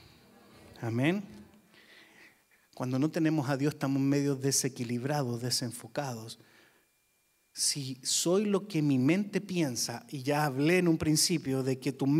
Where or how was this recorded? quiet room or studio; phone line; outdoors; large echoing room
large echoing room